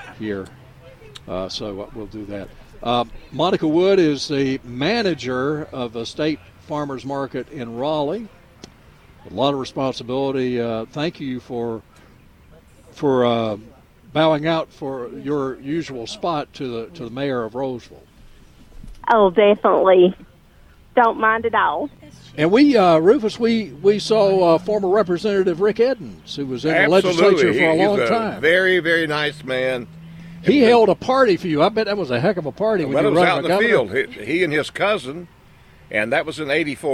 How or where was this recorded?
busy venue